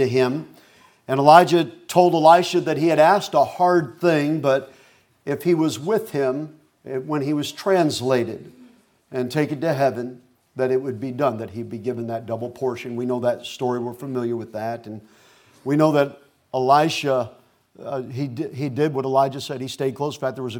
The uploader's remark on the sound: Preached at Gulf Coast Baptist Church in Ft. Walton Beach, FL.